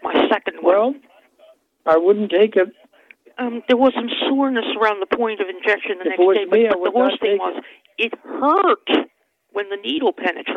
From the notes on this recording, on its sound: Phony Phone Call